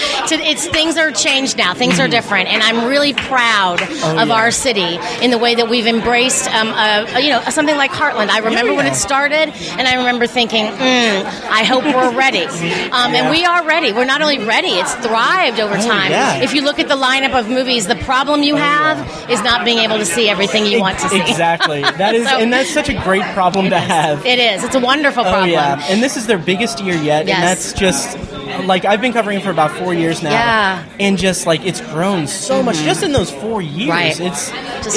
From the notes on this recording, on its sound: In part 1 of our coverage of the 28th Heartland Film Festival. I interview several filmmakers and guests on the HIFF red carpets.